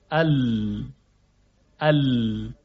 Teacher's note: کناره زبان و کناره دهان محل و مجرای خروج صدای لام هستش